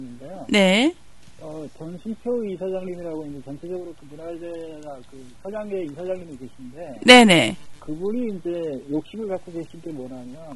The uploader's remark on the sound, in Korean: 전화인터뷰. 강릉사랑, 초당라디오TV.